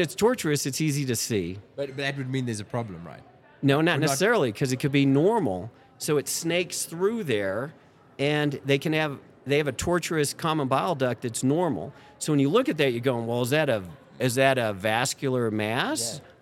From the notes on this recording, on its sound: IVECCS '23 Day 1 Live Podcast Highlights. We’ll post a short highlights reel every day from our conversations with the amazing speakers at IVECCS '23.